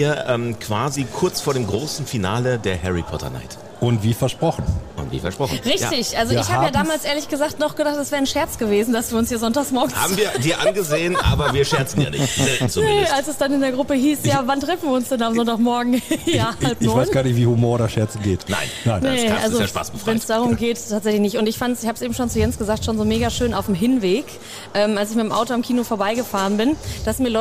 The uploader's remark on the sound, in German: Über 200 Harry Potter-Fans bei Film-Marathon dabei. Die neunte Folge des Cinetalks haben unsere Podcaster dieses Mal nicht im Studio aufgenommen, sondern mitten im Foyer des Cineplex Hamm - und zwar während des großen Harry-Potter-Film-Marathons!